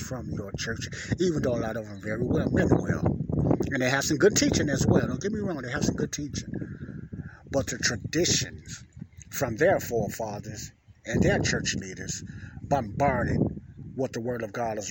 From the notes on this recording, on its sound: this is my outside talk